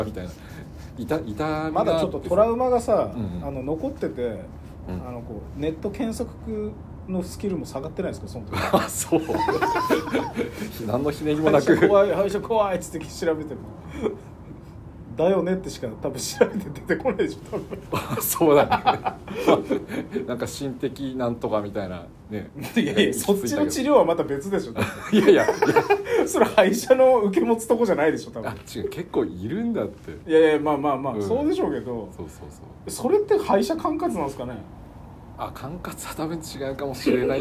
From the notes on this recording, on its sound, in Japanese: 夜の外収録です！前半2〜3回ほど爆音の車が通りますのでイヤホンの方は注意！ふだん静かな町なんですがねぇ…